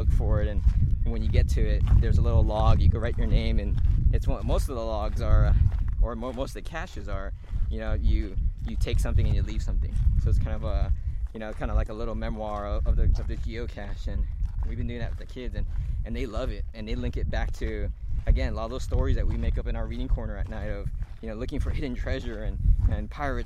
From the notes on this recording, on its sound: We recorded this episode while taking a hike together in the beautiful hills of San Marcos, CA while visiting their family out there, so the audio quality will be a bit different than normal.